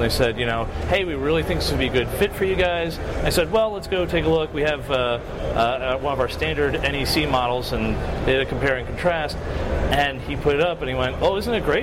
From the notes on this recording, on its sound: We are live from the show floor of InfoComm 2016.